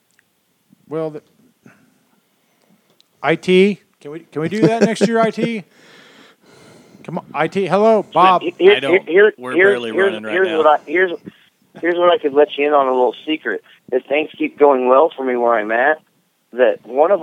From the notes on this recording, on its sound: phone interview toward the end